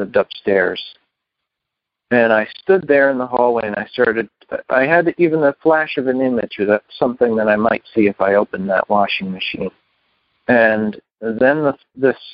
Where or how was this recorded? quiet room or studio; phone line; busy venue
phone line